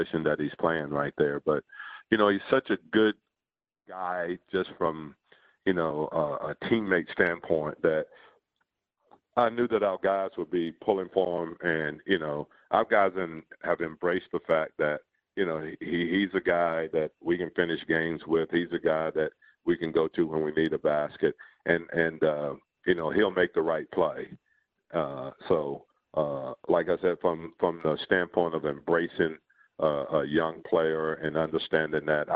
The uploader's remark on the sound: Conference Call. Audio courtesy of and provided by the New Orleans Pelicans and NBA Media Central.